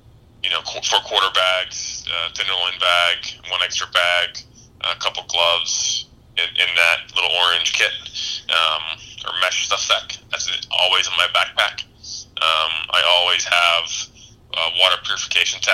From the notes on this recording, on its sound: Hopped on the phone with us to talk Muleys!